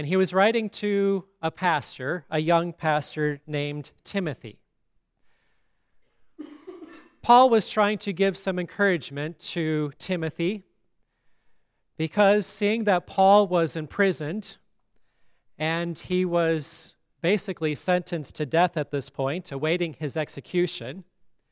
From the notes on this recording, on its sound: Listen to the funeral sermon for Shirley Bertz at Grace Lutheran Church, Lexington, MO.